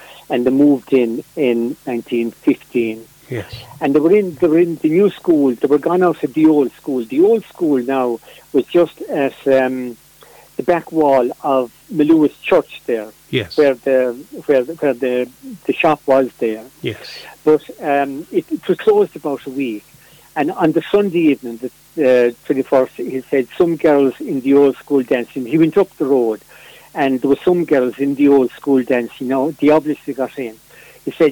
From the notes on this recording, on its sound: joined on the phone by Ogonnelloe correspondent